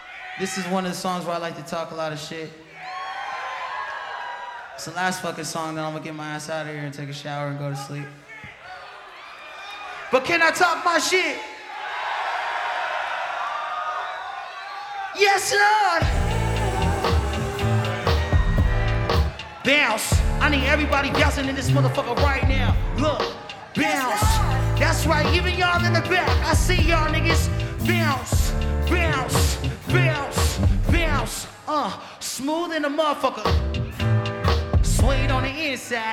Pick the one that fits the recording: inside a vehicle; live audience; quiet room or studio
live audience